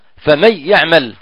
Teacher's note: أبدل النون ياء وأدغم الياء في الياء مع النبر دون غنة